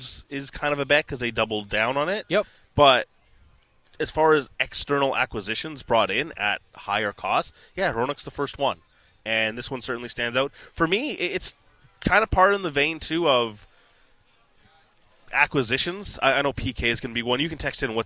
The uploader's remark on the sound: on location at Nat Bailey Stadium